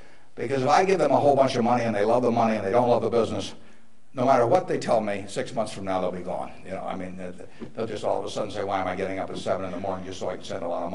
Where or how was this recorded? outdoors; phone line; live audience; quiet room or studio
live audience